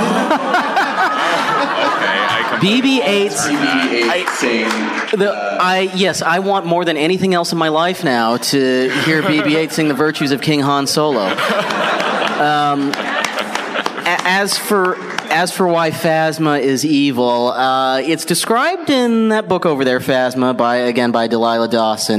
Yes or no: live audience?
yes